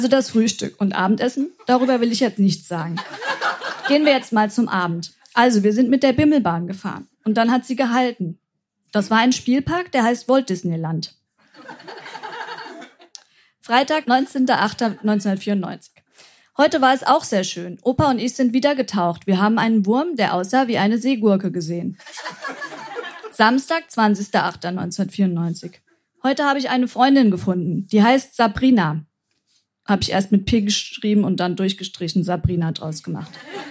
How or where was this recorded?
live audience